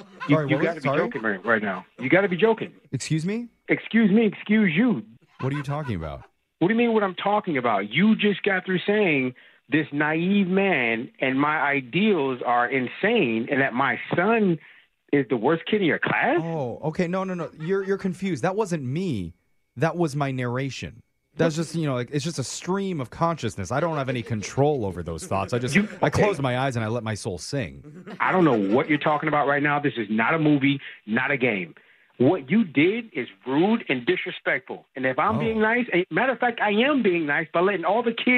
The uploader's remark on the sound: Phone Tap